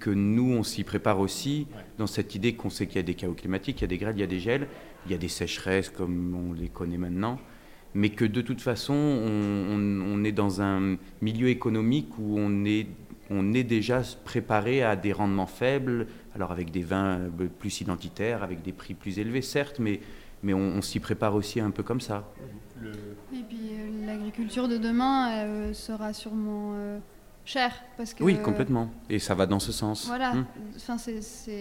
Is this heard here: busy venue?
yes